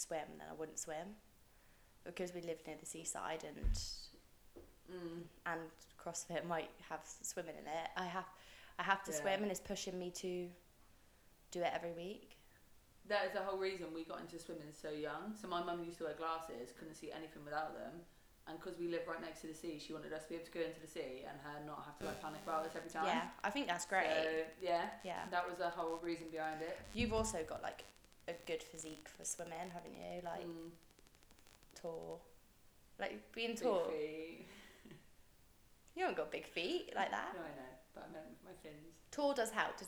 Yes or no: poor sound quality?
yes